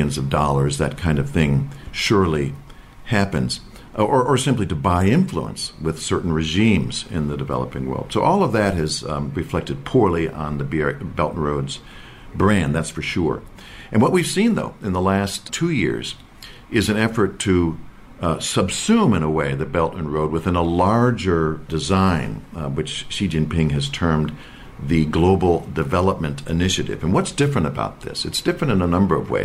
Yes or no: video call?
no